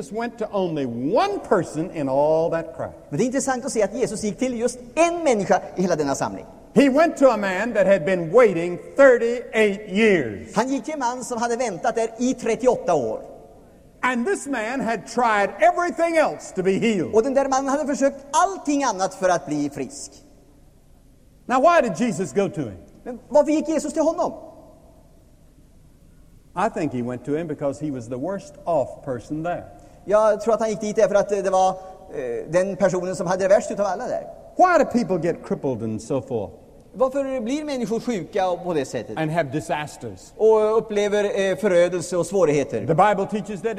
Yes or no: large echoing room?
yes